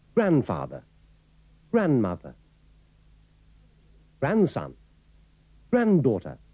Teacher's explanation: En cambio, en la pronunciación inglesa de abuelo, abuela y nieto y nieta, no se pronuncia la letra D o solo se pronuncia una, como notará en la última palabra